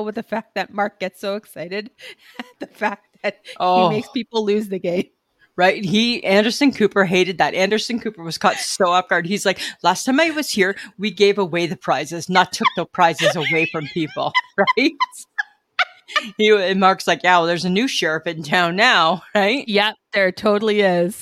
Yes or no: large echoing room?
no